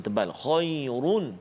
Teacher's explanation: kita baca kha huruf isti'la tebal